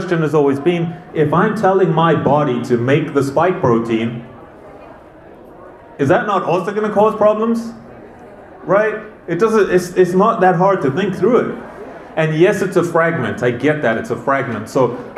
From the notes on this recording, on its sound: This was a live presentation I did at the Whole Health Fair with our local community.